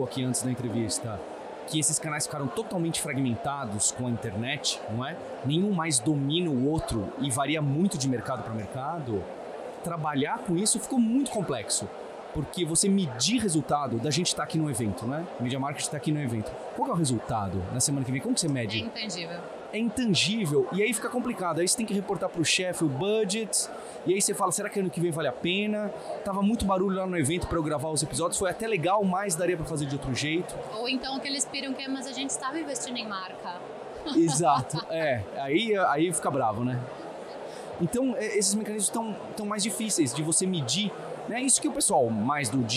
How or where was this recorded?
busy venue